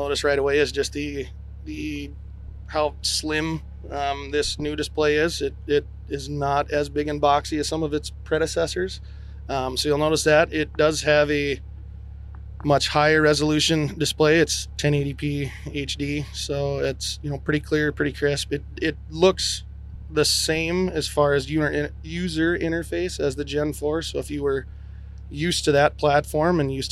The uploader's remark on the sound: In this special episode recorded at Field Technology Days this Fall.